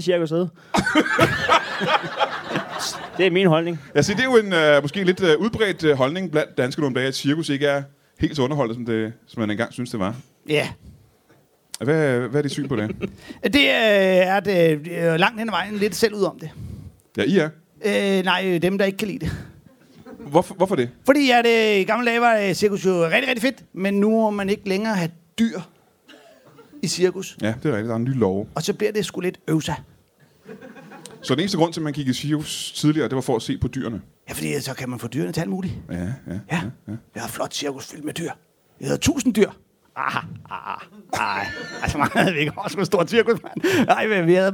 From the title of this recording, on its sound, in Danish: Live fra HCA Festivals